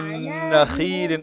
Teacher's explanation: أقل درجات التفخيم هنا الخاء من نخيل